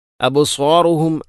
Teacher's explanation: അബ്സാറുഹും അബ് ബാഇനെ ഖലഖല ചെയ്യണം